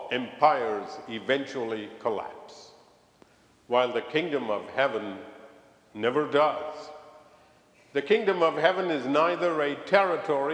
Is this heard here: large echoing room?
yes